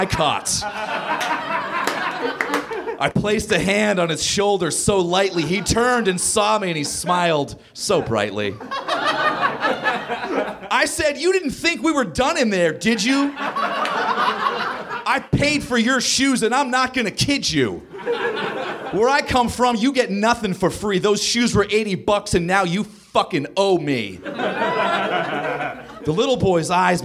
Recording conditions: live audience